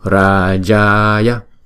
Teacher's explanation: Chữ ra và chữ ja là hai nhịp ha. Chữ ya là một nhịp.